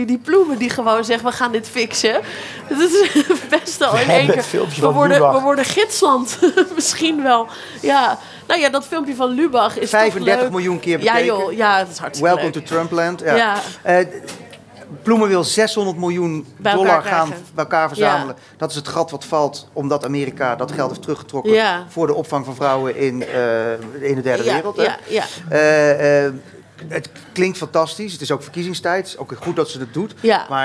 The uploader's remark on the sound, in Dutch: Live vanuit Societeit de Kring